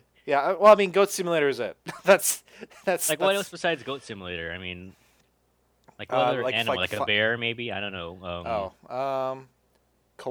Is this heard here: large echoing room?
no